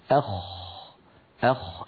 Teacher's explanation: الخاء أعلى بقليل من الغين، وهي أيضا من أدنى الحلق، يعني من منطقة جذر اللسان مع الحنك اللحمي · لاحظوا منطقة الخاء ليس فيها انقفال